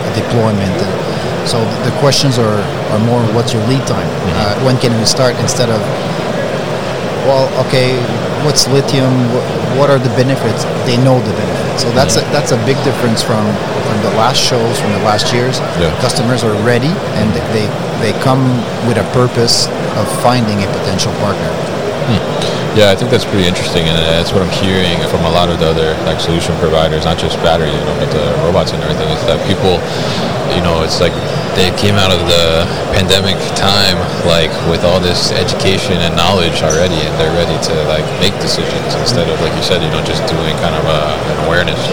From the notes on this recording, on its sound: UgoWork at MODEX 2022